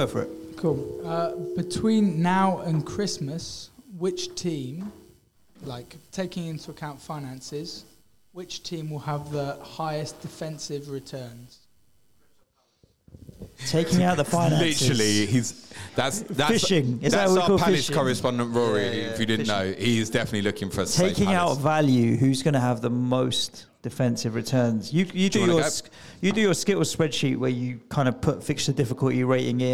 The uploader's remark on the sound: Planet FPL Live 4! Audience Q'N'A. Following Sunday night's live show much of the audience stayed behind for a Q'N'A.